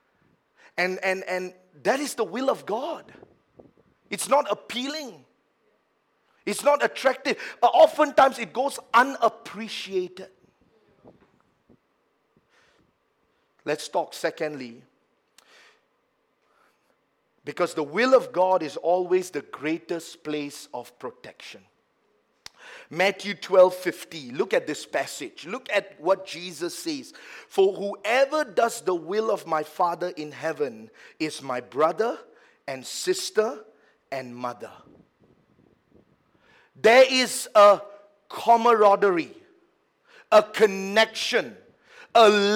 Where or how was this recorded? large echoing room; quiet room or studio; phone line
large echoing room